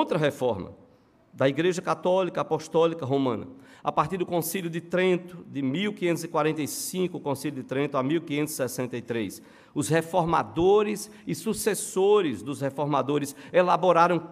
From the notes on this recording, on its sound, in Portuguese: no culto presencial e transmitido ao vivo no domingo (06/11/2022) à noite (18h)